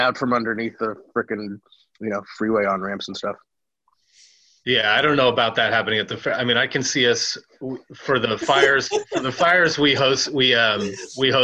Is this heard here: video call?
yes